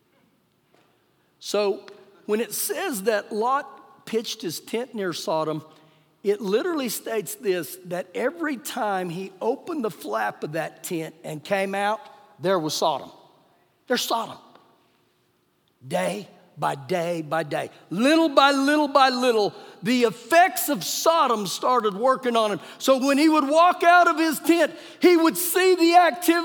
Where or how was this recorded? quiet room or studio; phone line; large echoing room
large echoing room